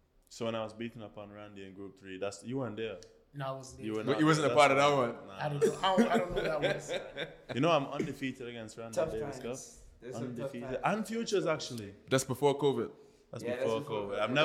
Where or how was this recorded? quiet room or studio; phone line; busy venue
busy venue